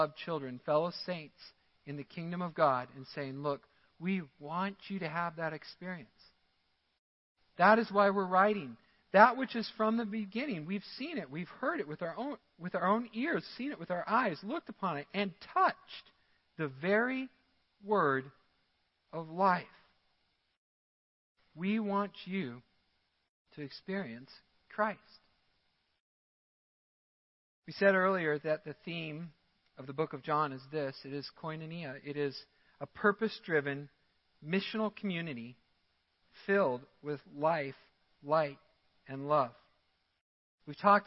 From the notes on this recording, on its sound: Midland Evangelical Free Church Sermon Audio